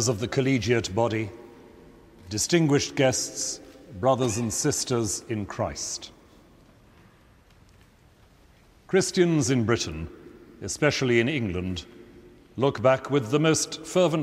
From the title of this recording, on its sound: an Evensong service in Westminster Abbey